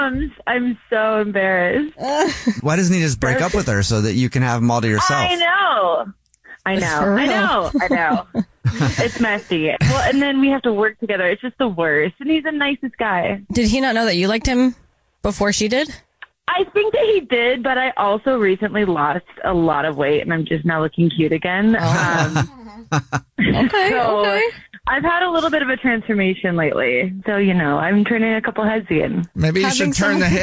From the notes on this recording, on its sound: There is a woman on the phone